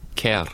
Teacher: it's a Scottish name, isn't it? So surely you would roll the R at the end